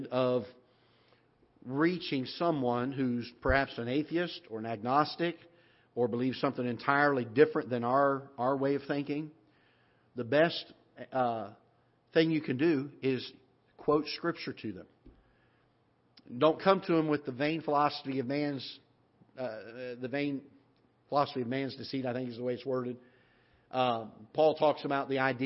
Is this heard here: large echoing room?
yes